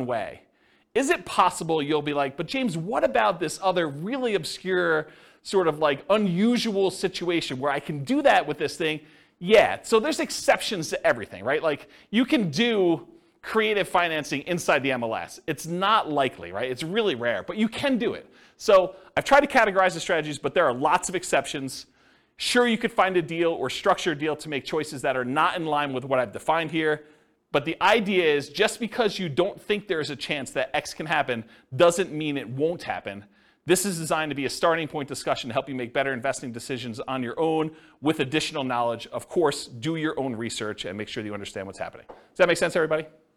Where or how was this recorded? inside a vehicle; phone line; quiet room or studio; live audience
live audience